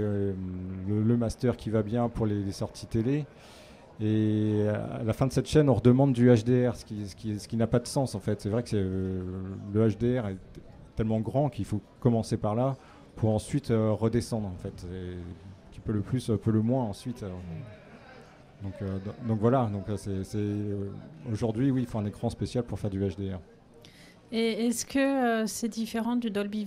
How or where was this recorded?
busy venue